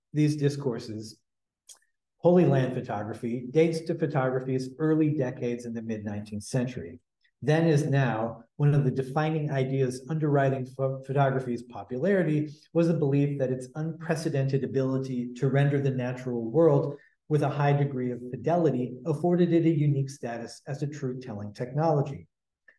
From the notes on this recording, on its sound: Held as part of the Leo Baeck Institute London Lecture Series 2023 at Senate House, Malet St, London WC1E 7HU.